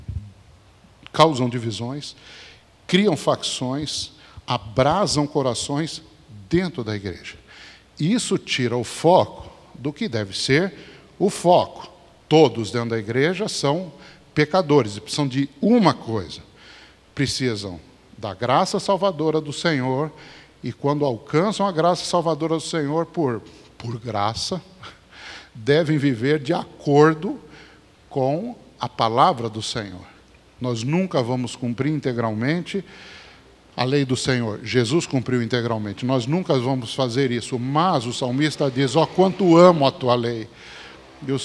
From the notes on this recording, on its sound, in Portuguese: Mensagem gravada na Igreja Batista Jardim Minesota